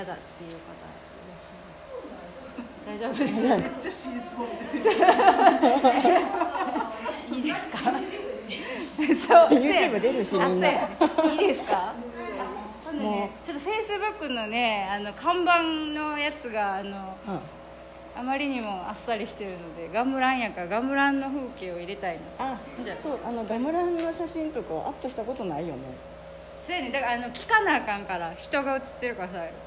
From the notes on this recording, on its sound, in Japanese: ガムラン練習現場に潜入！